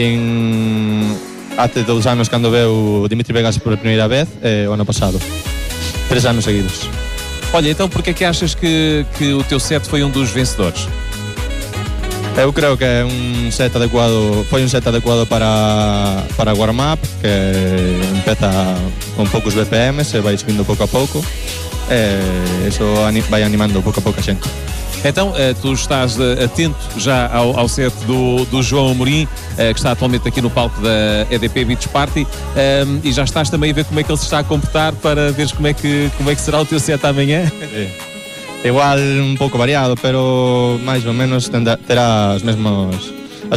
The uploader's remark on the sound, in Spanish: Entrevista realizada por Radio Nova Era durante el primer día de festival